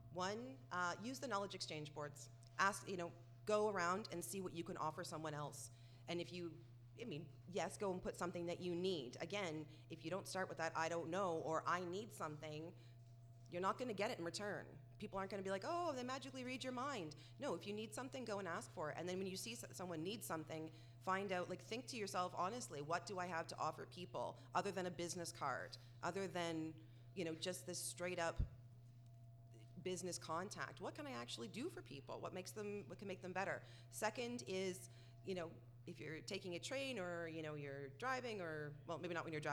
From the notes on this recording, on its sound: LIVE Episode. It is our first LIVE podcast recording.